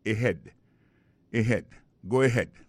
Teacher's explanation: on a vu que l'accent tonique l'a tombé sous deuxième syllabe